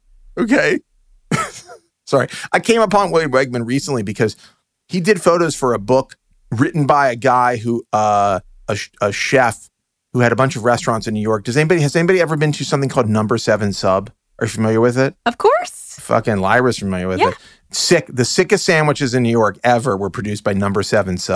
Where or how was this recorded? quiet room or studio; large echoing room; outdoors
quiet room or studio